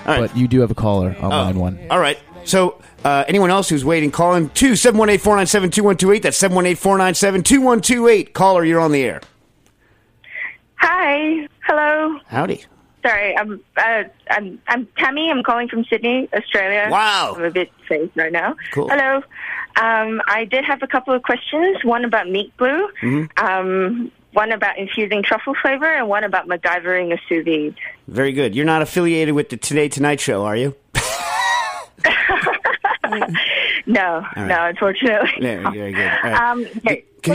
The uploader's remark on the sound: answers live caller questions from Australia to Moscow